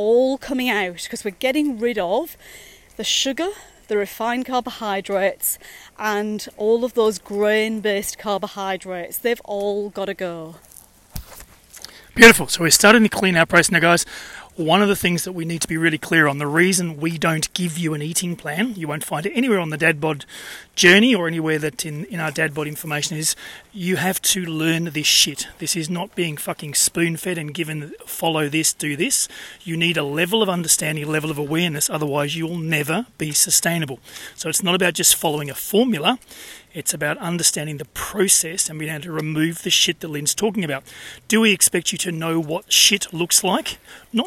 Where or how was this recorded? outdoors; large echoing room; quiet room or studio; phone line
outdoors